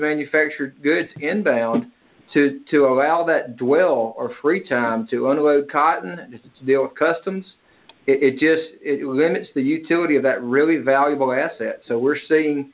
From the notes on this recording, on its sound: Oct 2021 Monthly Conference Call.